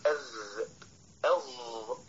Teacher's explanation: الذال والظاء يخرجان من مخرج واحد من طرف اللسان مع أطراف الثنايا العليا